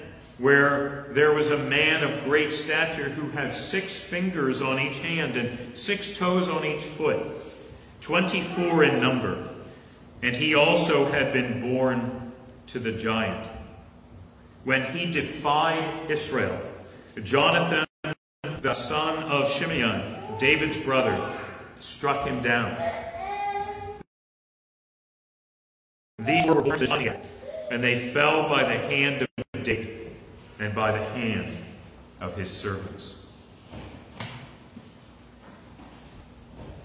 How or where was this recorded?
large echoing room